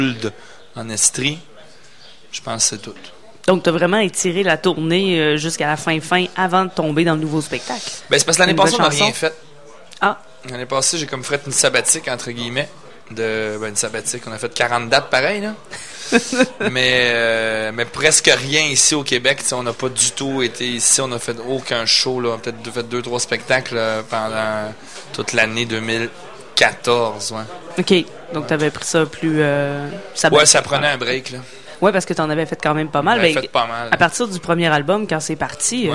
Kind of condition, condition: setting, busy venue